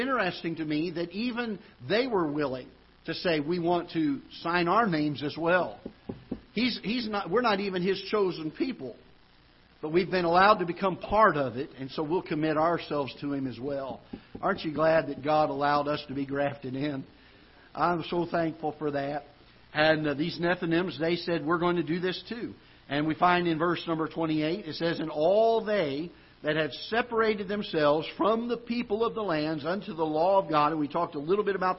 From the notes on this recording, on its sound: Ketha Heights Baptist Church ~ Live Broadcast.